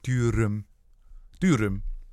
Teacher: mit dem türkischen Akzent hast du das. Ja, die benutzen das Zungen-R.